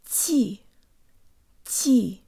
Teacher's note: Let's say the first syllable with good Russian default mouth position. Jaw slightly forward, tip of the tongue behind the bottom teeth, lips rounded and protruded.